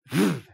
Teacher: Some of you have problems with the V sound because it can be either more like an F or a V. It buzzes.